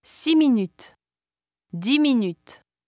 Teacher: Before a consonant sound, it is silent.